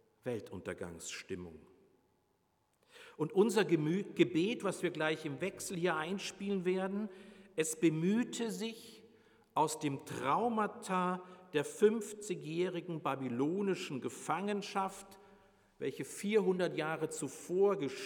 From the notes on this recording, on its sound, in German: Predigt Pauluskirche.